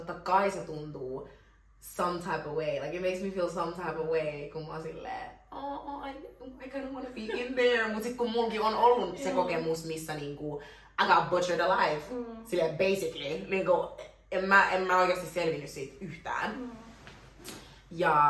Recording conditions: poor sound quality